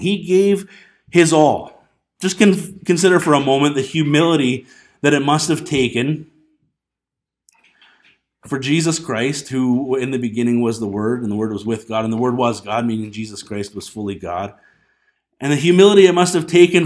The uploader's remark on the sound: This Sunday evening message was recorded on December 29, 2019 at Bethel Pentecostal Tabernacle in Clinton, BC.